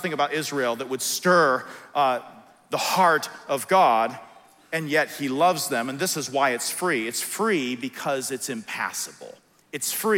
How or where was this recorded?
live audience